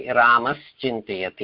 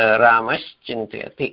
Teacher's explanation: रामस् चिन्तयति इदानीं स्तोश्चुनाश्चुः तस्मात् स्तोश्चुनाश्चुः इति तस्मात् रामश् चिन्तयति इति चकारस्य प्रभावेन चकारस्य तालव्यचकारस्य प्रभावेन दन्त्यसकारस्य स्थाने तालव्यशकारादेशः भवति · Shown in: second take · रामश्चिन्तयति इति अस्ति.